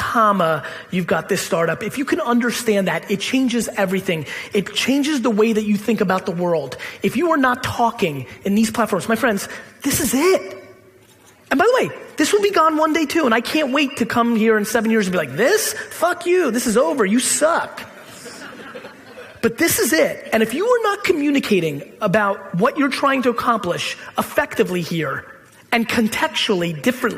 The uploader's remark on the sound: A Keynote: Dublin Tech Summit